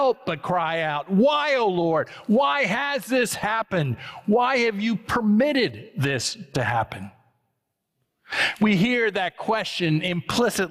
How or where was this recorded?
large echoing room